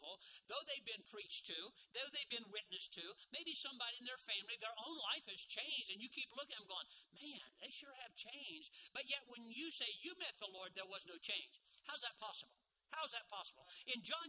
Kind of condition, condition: setting, large echoing room